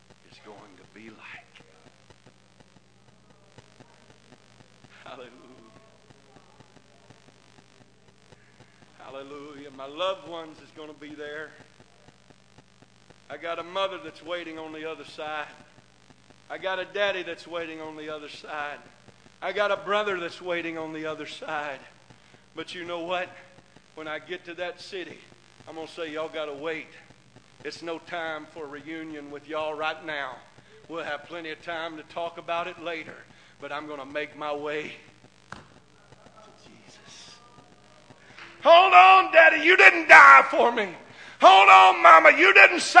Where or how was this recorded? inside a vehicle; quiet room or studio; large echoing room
large echoing room